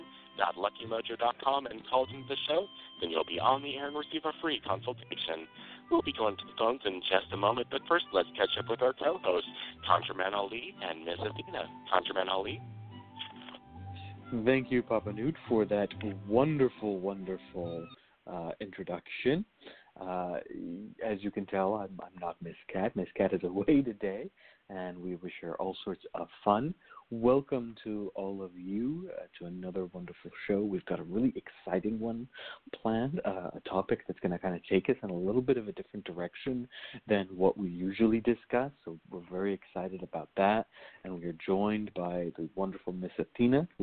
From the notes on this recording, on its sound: a real, live call-in show